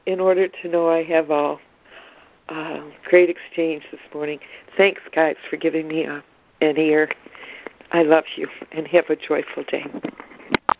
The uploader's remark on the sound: ACIM Daily Conference Call